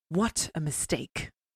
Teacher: a choriamb consists of a trochee followed by an iamb, and the syllabic sequence would be stressed, unstressed, unstressed, stressed.